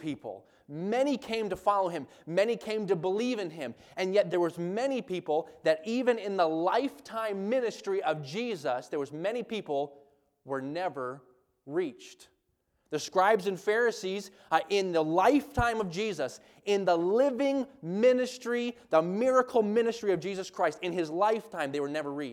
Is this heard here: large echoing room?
yes